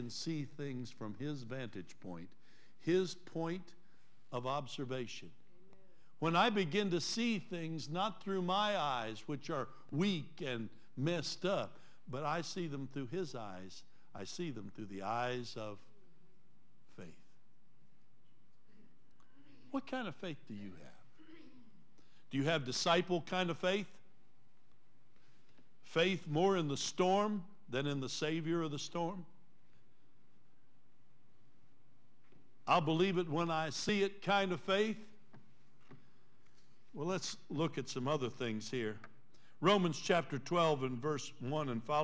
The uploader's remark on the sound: Trinity Church Live.